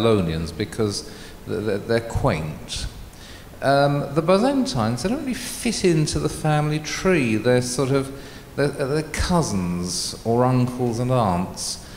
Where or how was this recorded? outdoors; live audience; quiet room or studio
live audience